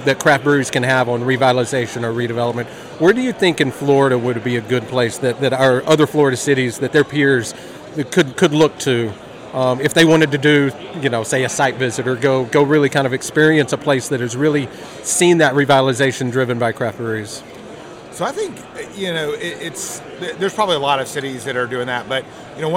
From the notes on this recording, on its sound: at the Florida Brewers Guild annual conference